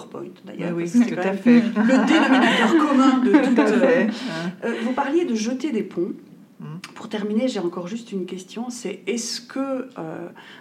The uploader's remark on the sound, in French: Enregistrée au colloque KONTINÜUM 2020. Dans cette émission spéciale enregistrée au colloque KONTINÜUM 2020.